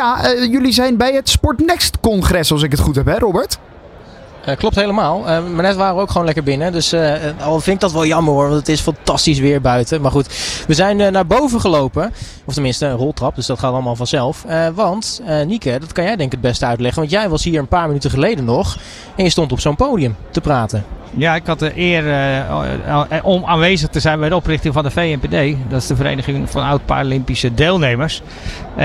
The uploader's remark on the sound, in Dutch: Uniek Sporten Vandaag was deze aflevering live vanuit Rotterdam Ahoy. Deze aflevering was namelijk tijdens de European Para Championships in Rotterdam.